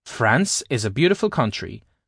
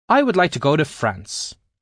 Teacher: In the first sentence, when we're not emphasizing particular words, we tend to say the word France with its intonation rising upward, but in the second sentence, our intonation tends to go down on the word France.